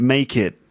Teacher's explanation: the T sound in make it, it sounds a bit like a D